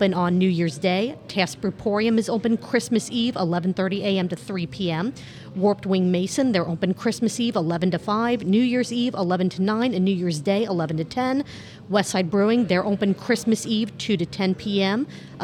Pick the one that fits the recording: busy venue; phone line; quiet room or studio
busy venue